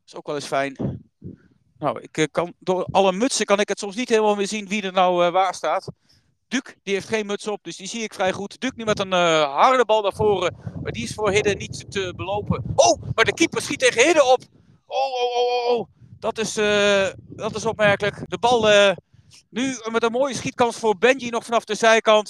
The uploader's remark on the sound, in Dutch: Live verslag van de thuiswedstrijd van WV HEDW JO12-2 tegen AFC IJburg JO12-3.